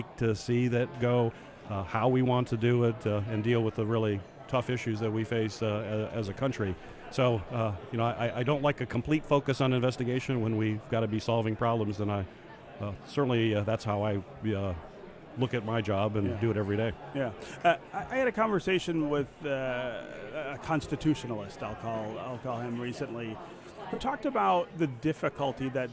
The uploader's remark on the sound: At the annual policy conference. 2019 Mackinac Policy Conference.